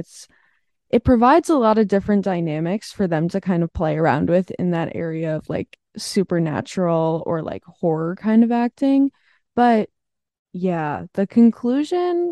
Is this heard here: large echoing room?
no